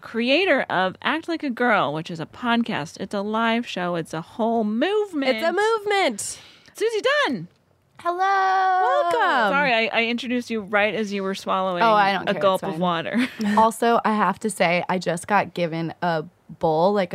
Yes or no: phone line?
no